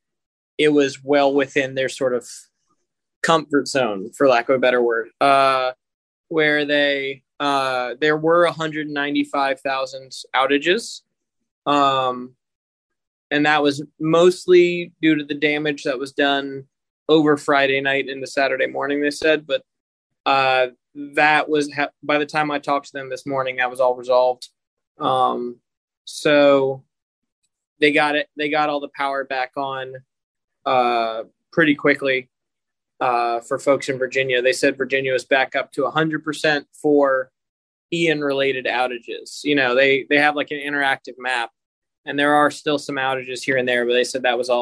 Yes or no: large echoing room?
no